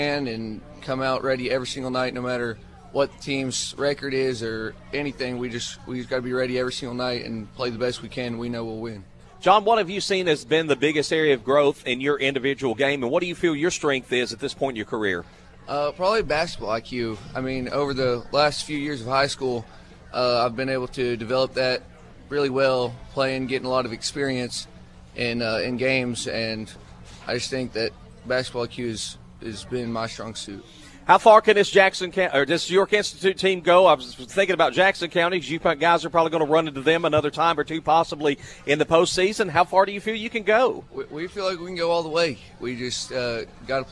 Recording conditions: busy venue